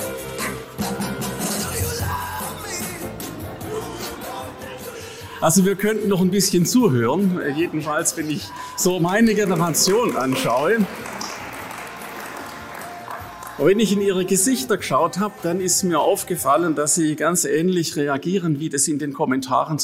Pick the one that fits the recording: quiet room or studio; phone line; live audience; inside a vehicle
live audience